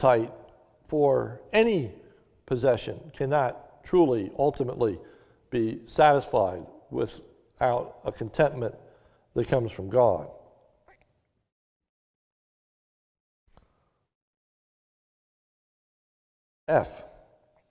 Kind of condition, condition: setting, large echoing room